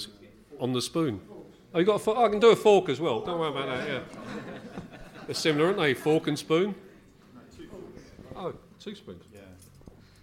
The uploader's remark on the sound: They had the audience in stitches - cracking joke after joke. At the fabulous Drayton Court Hotel in Ealing to see the season off in style at their end of season Pride of West London Bees-Up.